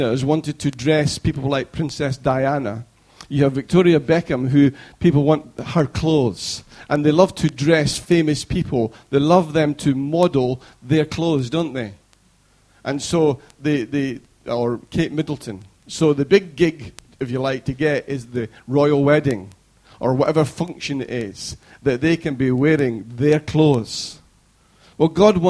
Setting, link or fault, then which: setting, large echoing room